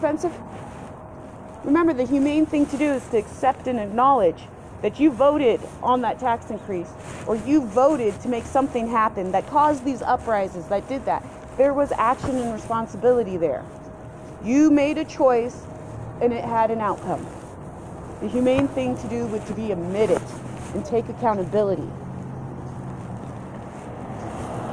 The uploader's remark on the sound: I also apologize for the noise in the backround.